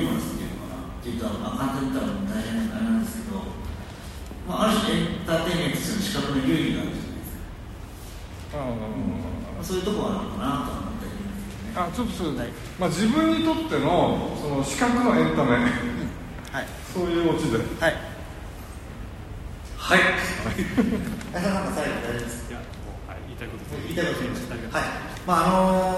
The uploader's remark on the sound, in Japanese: のトークイベントの録音です。会場：武蔵野美術大学鷹の台キャンパス 2号館309、310教室。